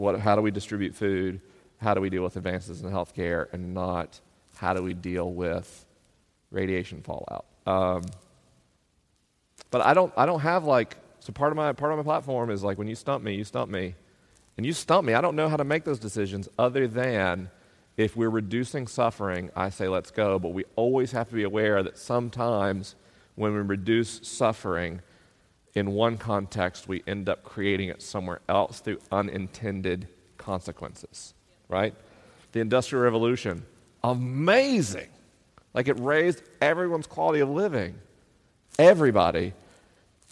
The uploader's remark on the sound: LIVE in Columbus, OH. This week is a live episode: the questions are unscreened and the answers are unrehearsed. I'm traveling around the country on tour.